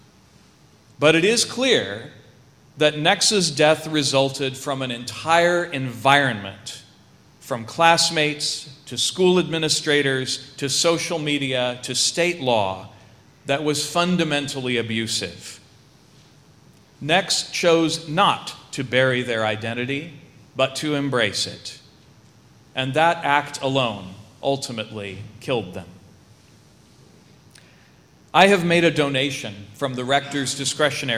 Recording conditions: large echoing room